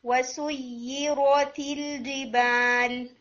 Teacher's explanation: چونکہ یا تشدید کے ساتھ ہے تو یہ حرفین ڈبل لیٹر ٹائم لے گا. ٹھیک ہے، تو اس میں جو ہے آپ نے اس کو تھوڑا سا اور ٹائم دینا ہے.